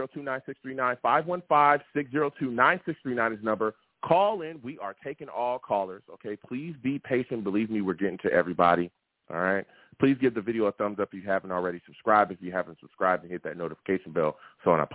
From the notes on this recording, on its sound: I take live callers!